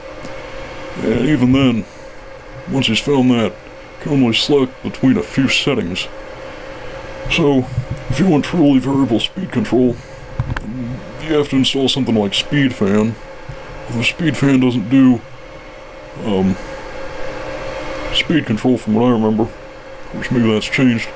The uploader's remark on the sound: The audio quality of this video is a bit doody; the audio was recorded in a server room, and server rooms are typically reasonably loud.